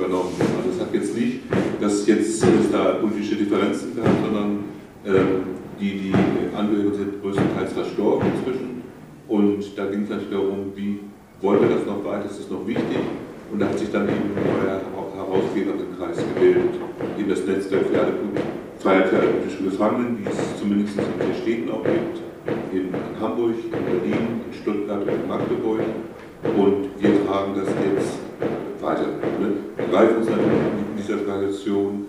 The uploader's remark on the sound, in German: Mitschnitt einer Veranstaltung